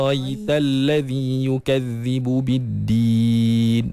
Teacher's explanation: Dia jadi mat lazim. So dia kena bagi panjang 6 harakat.